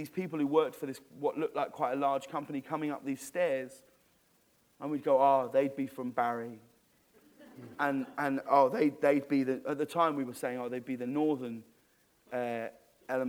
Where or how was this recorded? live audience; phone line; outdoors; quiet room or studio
live audience